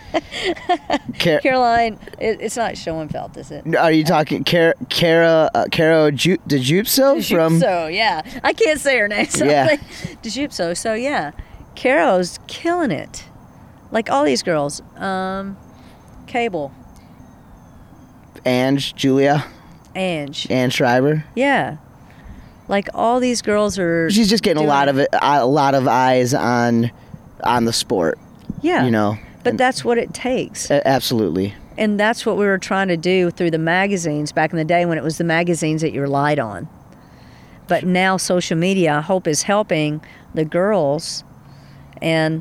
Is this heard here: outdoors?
yes